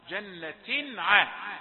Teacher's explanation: اظهار جنة عالية. هنا لازم تبين التنوين، ليه؟ لان دي حروف حلقية يظهر قبلها التنوين